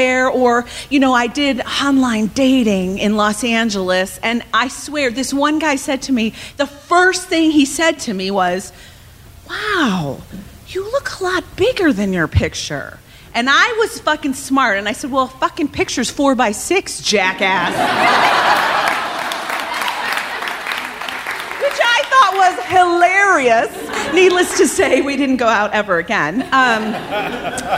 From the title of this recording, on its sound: Live From Chicago